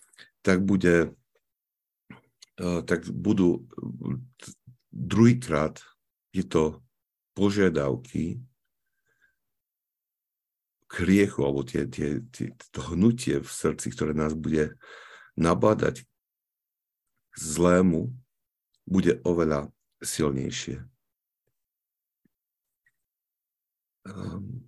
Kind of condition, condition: link, video call